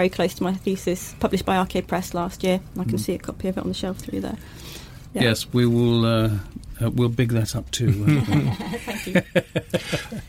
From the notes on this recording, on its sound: We recorded the interview in the saloon of a 43 ft sailing boat in Southampton marina.